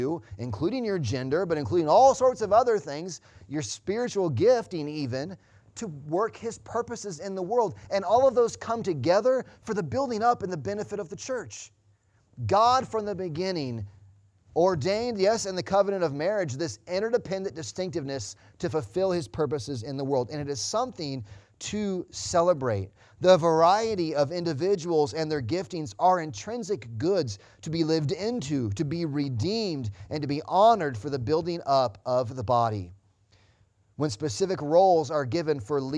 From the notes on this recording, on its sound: Sunday Morning Service Audio